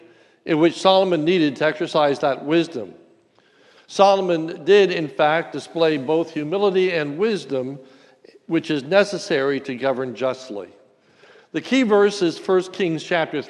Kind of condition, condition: setting, large echoing room